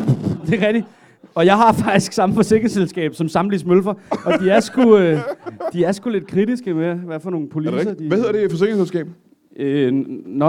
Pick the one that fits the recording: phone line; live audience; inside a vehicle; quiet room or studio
live audience